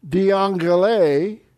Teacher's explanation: notice the double gamma changes to an NG sound